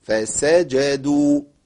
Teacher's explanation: الجيم تخرج من مكان واحد وسط اللسان مع ما يوليه من سقف الحنك الاعلى